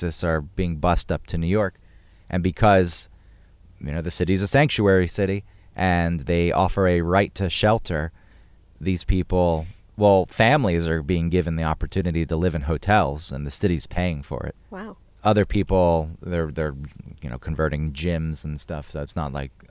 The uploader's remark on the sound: Recording Inside A Snowed In Car In Rural Maine